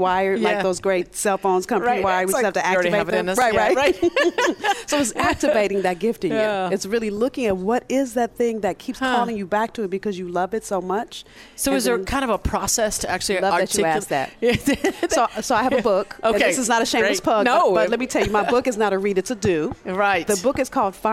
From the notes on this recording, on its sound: Broadcast Live form the Largest Women's conference in the USA! We will be live for 2 days bringing you all the event action, keynote speakers and VoiceAmerica hosts.